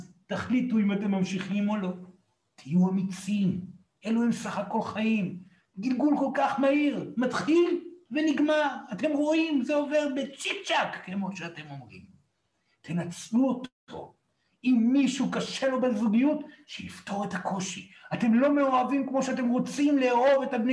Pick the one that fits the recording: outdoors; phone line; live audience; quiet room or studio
live audience